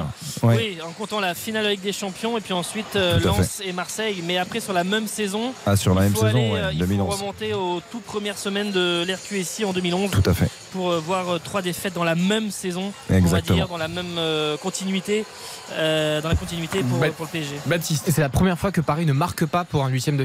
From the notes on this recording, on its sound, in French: en direct du Parc des Princes